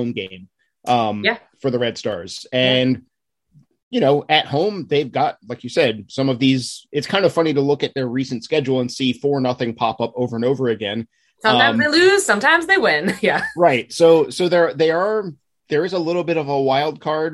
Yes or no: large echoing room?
no